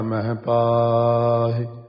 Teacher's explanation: ਹੁਣ ਹਾਹੇ ਦੀ ਸਿਹਾਰੀ ਤਾਂ ਉੱਥੇ ਕਿ ਰੁਕ ਜਾਣੀ ਹੈ ਕਿਉਂਕਿ ਸਿਹਾਰੀ ਦੀ ਆਵਾਜ਼ ਹੈ ਹੇ, ਅਤੇ ਪੱਪੇ ਦੀ ਕੰਨੀ ਦੀ ਆਵਾਜ਼ ਹੈ ਪਾਹੇ